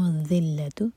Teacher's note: ذال کے لیے ہماری زبان اوپر والے دانتوں کو ٹچ کرے گی اور ٹپ باہر ہوگی . یہاں پر زا کا ساؤنڈ نہیں آئے گا ذال ہے.